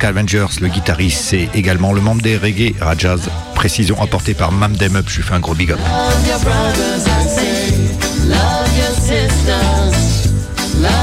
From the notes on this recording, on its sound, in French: Réalisée au Festival Dubcamp 2023. Radio Canut.